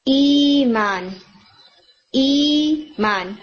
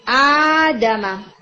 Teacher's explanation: simple in the other words آپ کہہ سکتے ہیں حمزہ کی لمبی آواز، جو حمزہ کی لمبی آواز ہوتی ہے جسے آپ کھینچتے ہیں دو حرکت، وہ مد البدل ہوتی ہے